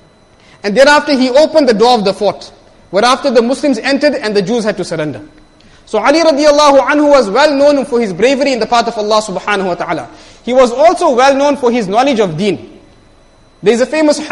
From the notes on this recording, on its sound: Jumuah lecture